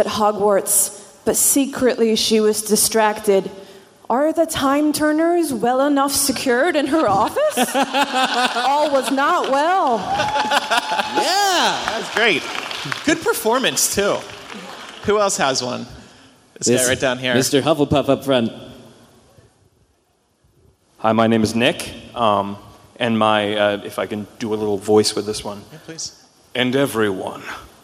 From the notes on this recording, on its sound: Live From Orlando. Cap off MuggleNet Live. Stick around after the live recording for a post-mortem that the three recorded the morning after.